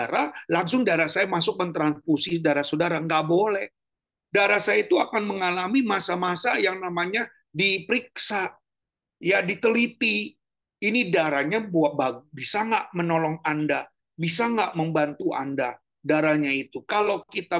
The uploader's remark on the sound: Audio Zoominar